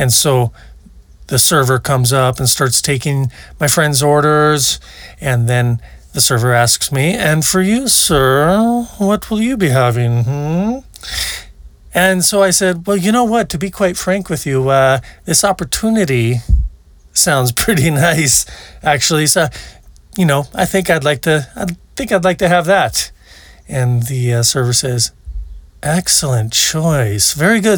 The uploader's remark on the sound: Recorded at Hot Spring Glamp Camp. Recorded at Hot Spring Glamp Camp.